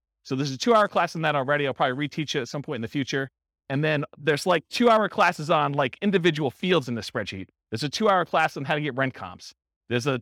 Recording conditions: live audience